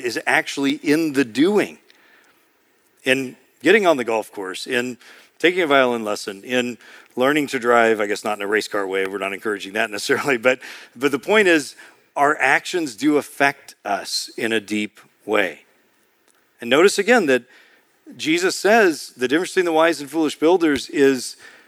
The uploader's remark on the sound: preached in March 2023 at Sojourn East